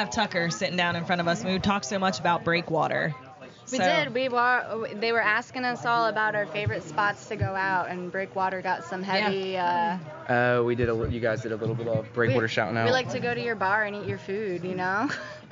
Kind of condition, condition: setting, busy venue